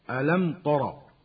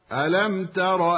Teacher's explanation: التاء مستفلة وهي مجاورة للراء المفتوحة المفخمة · Shown in: second take